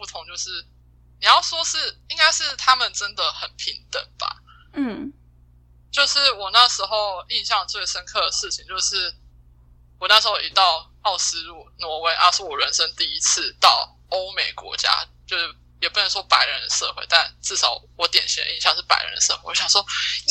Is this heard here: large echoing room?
no